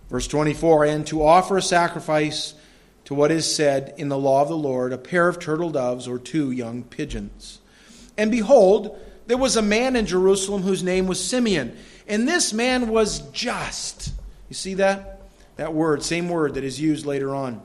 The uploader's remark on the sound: This audio sermon entitled, Joseph of Arimathea, was delivered at Madawaska Gospel Church on the morning of July 31, 2016.